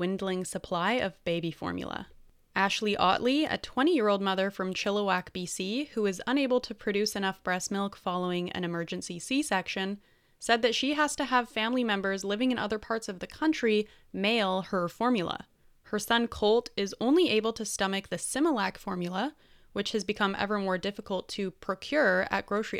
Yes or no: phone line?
no